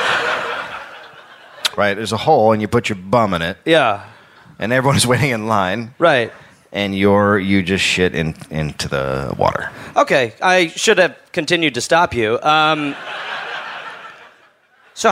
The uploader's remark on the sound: live in Perth, Australia